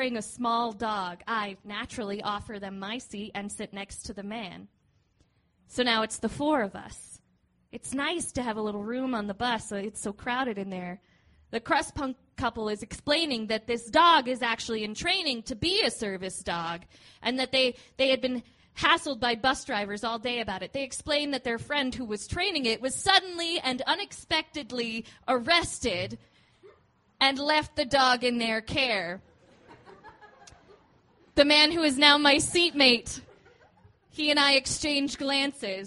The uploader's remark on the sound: These stories were recorded at The Deer Pile on September 19th, 2013 by our good friends at The Denver Diatribe .